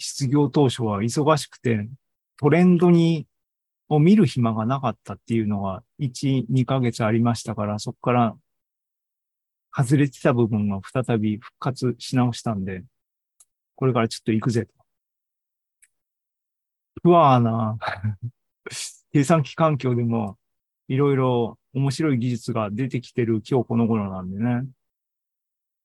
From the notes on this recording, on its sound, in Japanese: シーズン４３は２０２３年７月２９日に開催した ZOOMライブの模様です。